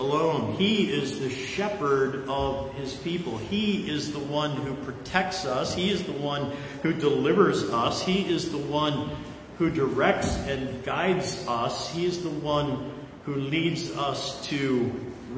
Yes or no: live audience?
yes